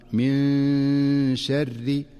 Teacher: فالنون الساكنة في من جاءت قبل الشين فتخفى النون، من شر فتخفى النون مع غنة مناسبة من غير أن تتحول إلى نون ظاهرة ولا أن تدغم في الشين · Term: الإخفاء